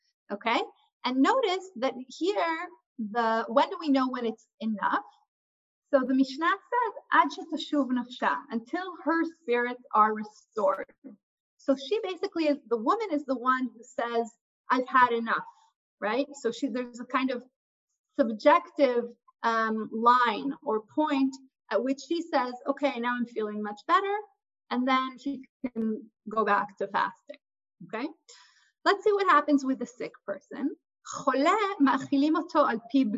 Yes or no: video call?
yes